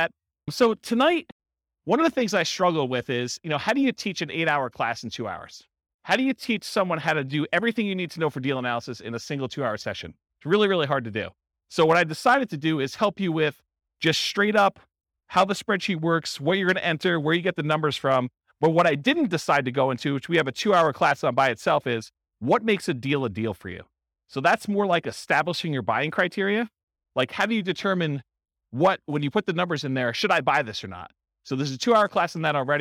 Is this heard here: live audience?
yes